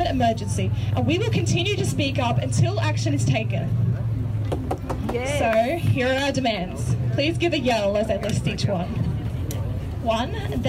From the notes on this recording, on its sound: Voices from Gosford, Airlie Beach, and Melbourne. Were out at climate strikes outside of the main centres, and recorded great talks with strikers of all kinds. We also have a panel from a special screening of 2040.